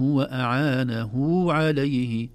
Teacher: أعانه كأنها هاء وبعدها واو، هذا يسمونها هاء الصلة